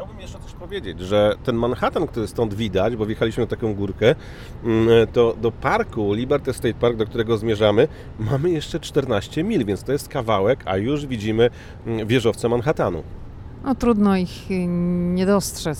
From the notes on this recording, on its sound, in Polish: Podcast z drogi, trasa : Waszyngton-Nowy Jork. Podcast został nagrany w samochodzie podczas podróży na tym odcinku.